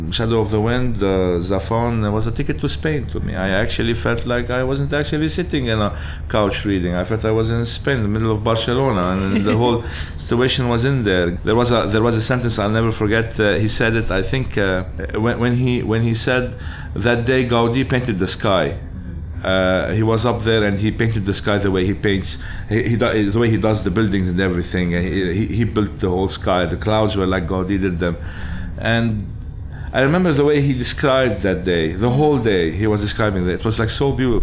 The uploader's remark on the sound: recorded at his board game cafe On Board